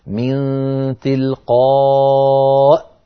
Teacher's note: فإن تعبت ووقفت وأردت أن تقف على تلقاء تقول من تلقاء، فتقف بهمزة ساكنة، والياء التي تراها أمامك في رسم المصحف هي كرسي للهمزة، تكتب ولا تنطق الياء بل تنطق الهمزة